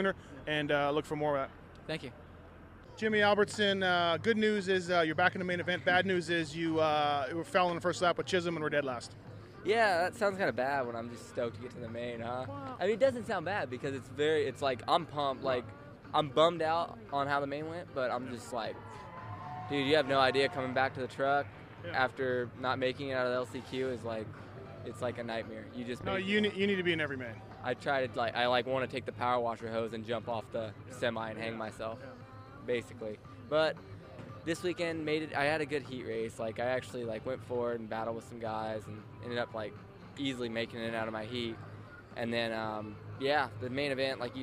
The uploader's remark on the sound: St.Louis 2012 Post-race Interviews.